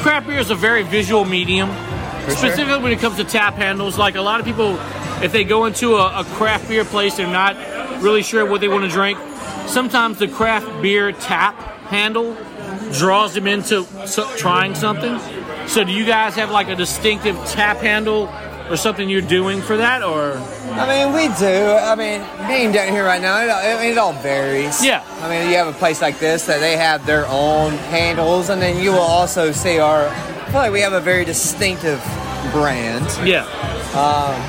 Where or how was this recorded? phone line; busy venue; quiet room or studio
busy venue